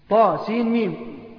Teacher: طا حركتين، سين ستة، ميم ستة